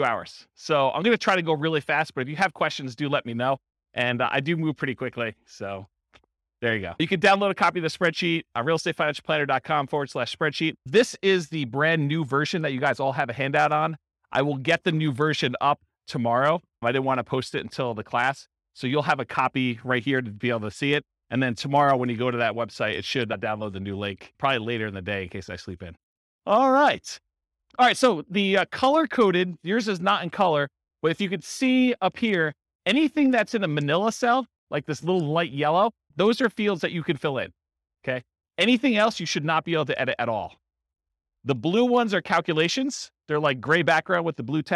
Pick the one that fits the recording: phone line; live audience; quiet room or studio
live audience